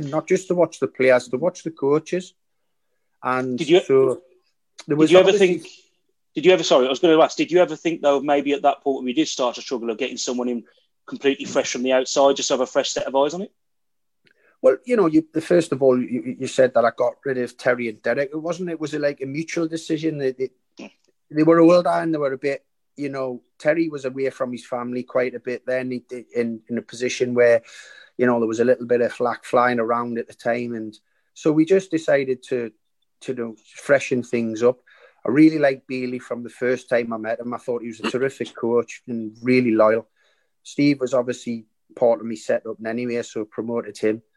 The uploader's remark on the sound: Recorded via Zoom.